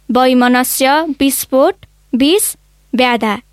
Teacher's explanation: वैमनस्य, विस्फोट, विष, व्याधा, यी शब्दमा लेख्दा व लेख्नुपर्छ, बोल्दा चाहिँ ब उच्चारण हुन्छ